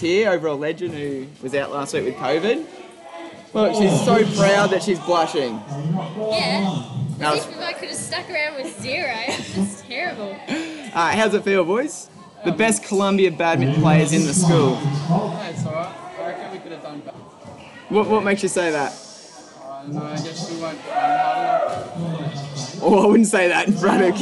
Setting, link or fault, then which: setting, busy venue